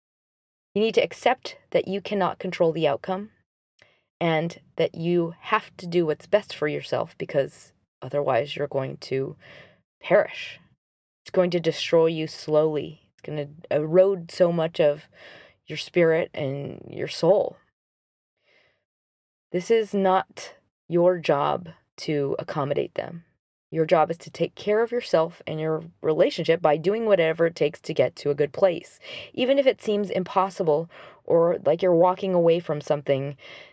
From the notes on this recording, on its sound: Apologies for the background sounds - I recorded this after work in the car so there are helicopters around me!